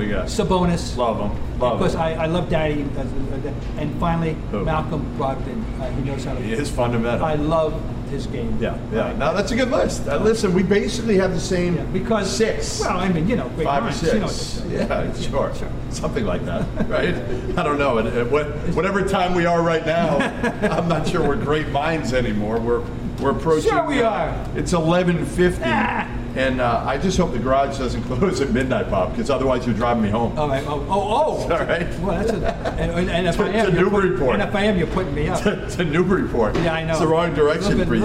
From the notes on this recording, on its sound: On location, from the brand new (kinda) TD Garden! Recorded following the Celtics - Mavericks contest.